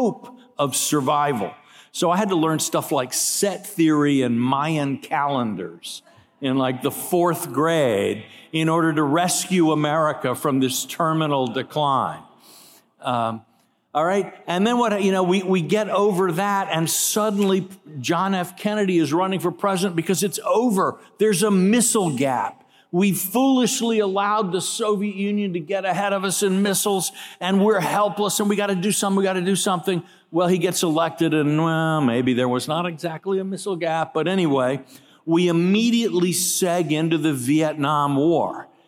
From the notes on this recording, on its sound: keynote address at IWP's Gala on September 28, 2022